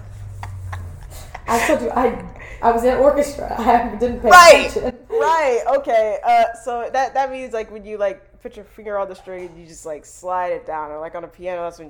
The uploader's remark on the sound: I had some technical difficulties with my microphone